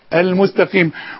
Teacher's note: القاف المكسورة، يبقى تميل الى الترقيق اكتر